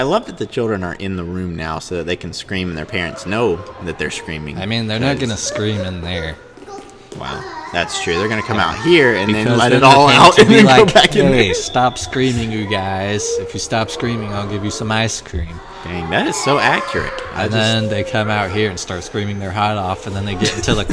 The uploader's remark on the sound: We apologize for the background noise this week... It was extremely loud at times, so we had to cut away so we don't blow your eardrums out.